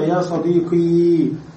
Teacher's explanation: يجوز أن تقول يا صديقي بتسكين الياء، هذا جائز في النطق